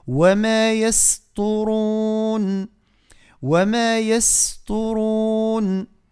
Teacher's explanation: نعم، هنا ننتبه أيضا إلى وجود حرف الطاء وقبل حرف السين مرقق، بالتالي نضغط على السين باش تبان مرقق، ثم نفخم الطاء، نقعر اللسان لتفخيم الطاء